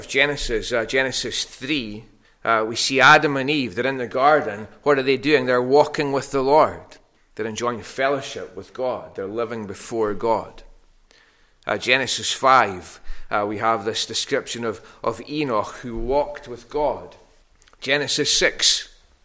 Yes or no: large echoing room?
yes